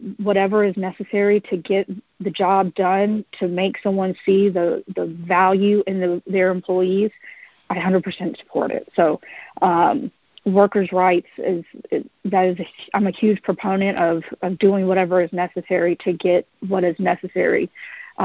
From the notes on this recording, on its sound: live telephone town hall recorded on March 13, 2021